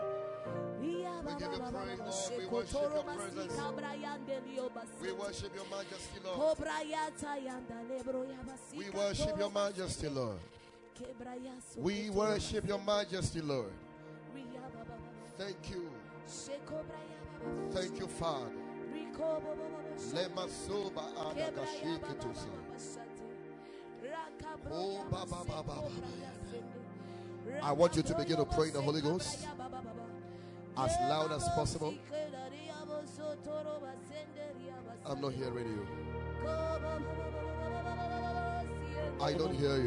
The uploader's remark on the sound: Preached at the Ekklesia Chapel.